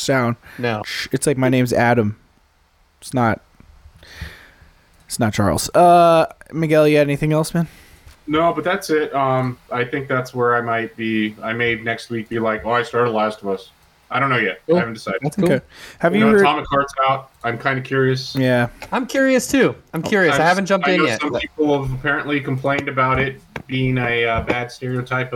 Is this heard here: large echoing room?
no